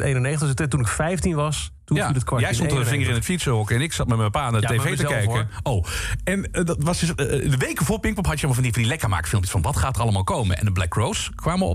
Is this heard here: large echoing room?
no